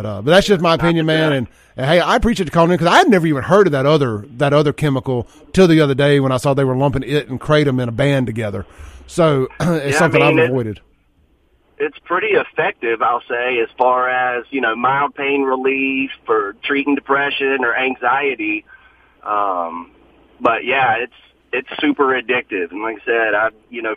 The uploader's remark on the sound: It was a really entertaining phone call